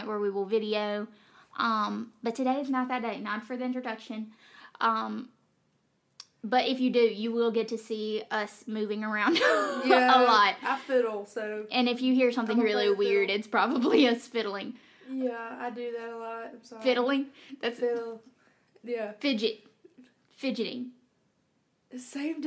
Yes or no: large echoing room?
no